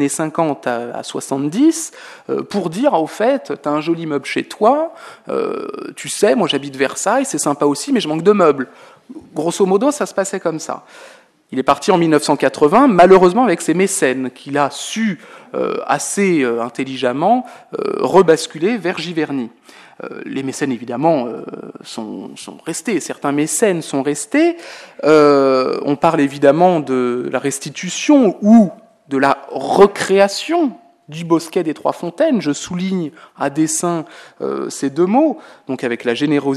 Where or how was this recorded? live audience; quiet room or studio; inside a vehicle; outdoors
live audience